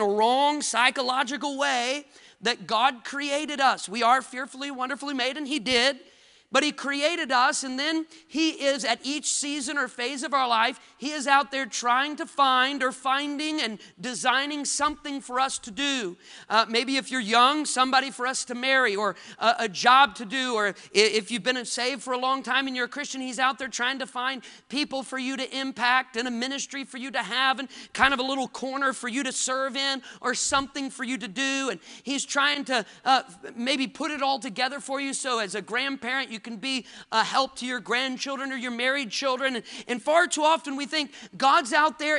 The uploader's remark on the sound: Wednesday evening service preaching from the pulpit of Woodland Baptist Church – Winston Salem, NC